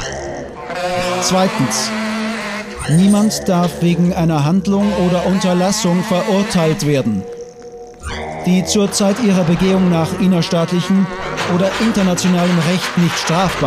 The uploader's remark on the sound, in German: Live-Aufnahme einer Lesung der UN-Menschenrechts-Charta zu Free-Noise-Jazz. In Freyung bei einer Veranstaltung des Lions Club Freyung-Grafenau. Mit Synthesizer und Saxophon auf der FreYbühne und spielten frei improvisierten Jazz.